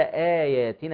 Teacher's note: آياتنا ده مد بدل، نخلي بالنا حركتين